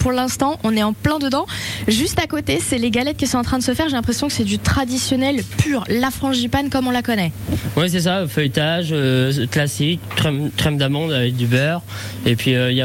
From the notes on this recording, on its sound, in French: Dégustation de galettes en direct à la boulangerie La Madeleine à St Pierre Eglise.